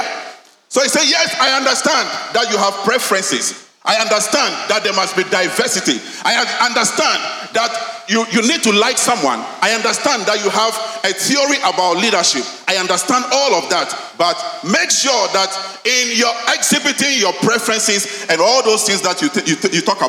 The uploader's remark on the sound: Sermon preached at CBC Shiashie Campus